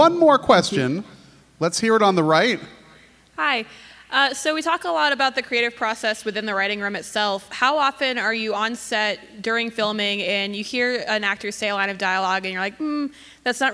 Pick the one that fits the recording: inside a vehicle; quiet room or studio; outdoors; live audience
live audience